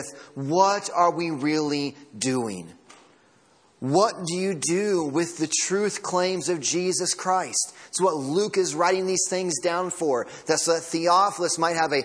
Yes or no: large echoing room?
yes